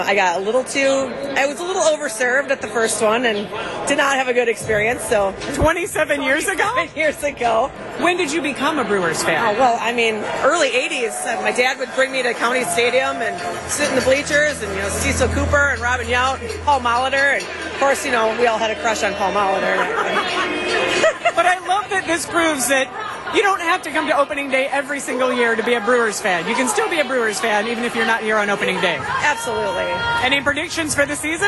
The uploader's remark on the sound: Wisconsin's Afternoon News is live from American Family Field following a blowout Brewers' win 10-0 over the Mets in the home opener!